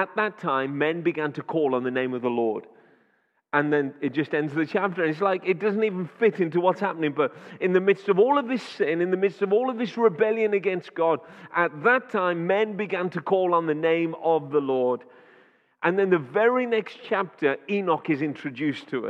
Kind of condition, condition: setting, live audience